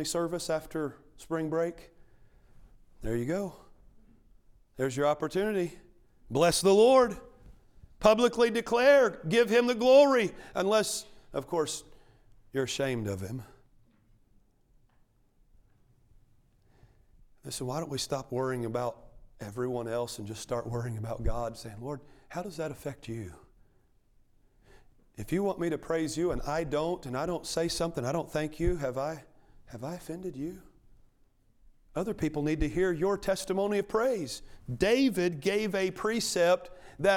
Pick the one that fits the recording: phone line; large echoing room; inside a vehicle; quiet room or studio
large echoing room